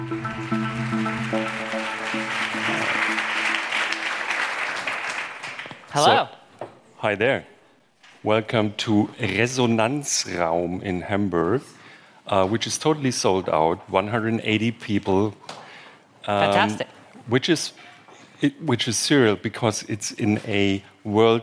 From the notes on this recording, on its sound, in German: in Hamburg vor Publikum stattfand und per Livestream übertragen wurde